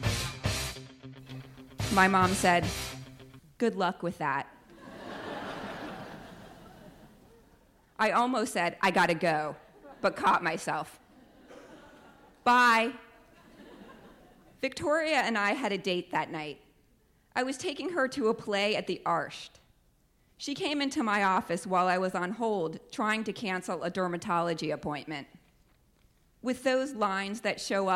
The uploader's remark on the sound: Both stories were told on stage at Lip Service in front of 600 people.